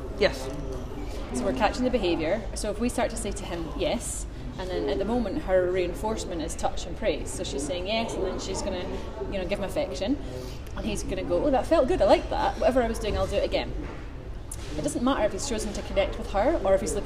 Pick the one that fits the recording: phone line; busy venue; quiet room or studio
busy venue